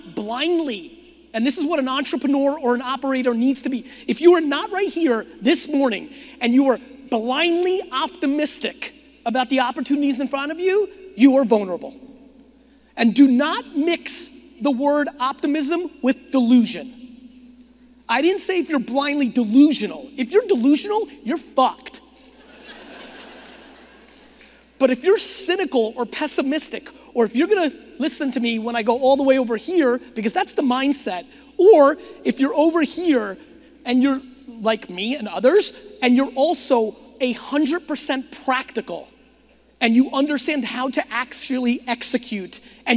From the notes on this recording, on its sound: a keynote I gave back in 2018 in Phoenix, Arizona!